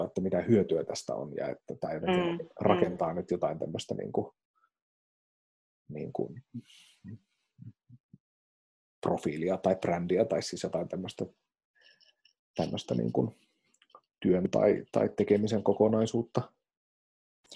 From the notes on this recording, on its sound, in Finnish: Jakso on äänitetty koronaeristäytymisen sääntöjen mukaisesti Zoom-videopuhelulla Raahesta Helsinkiin.